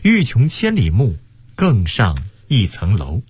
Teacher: 更和上是两个去声，非常狠，无比的铿锵，音调是向下砸的